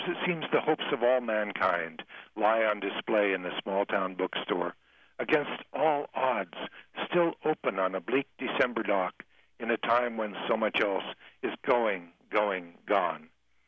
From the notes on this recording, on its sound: a rotary telephone interview